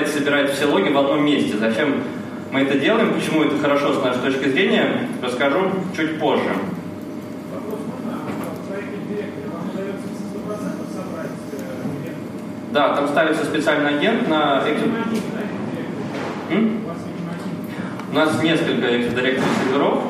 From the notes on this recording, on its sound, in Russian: Аудиозапись докладов с конференции. Workshop 1, Defensive Track.